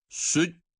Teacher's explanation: cim harfi şeddeyle okunurken önceki harften cim harfine bağlanışta yani süd dediğimiz zaman ses orada kesiliyor